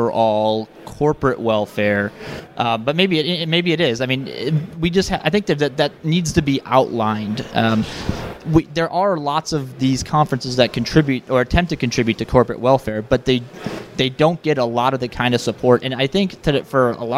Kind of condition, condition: setting, busy venue